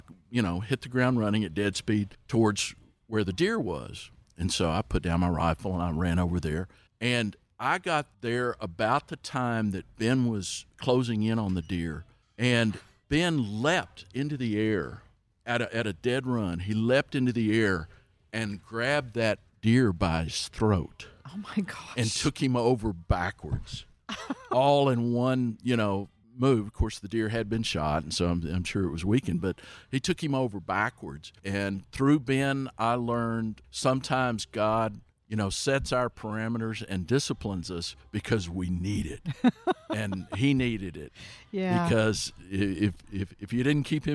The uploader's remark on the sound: Recorded at Wheelers Western Outfitters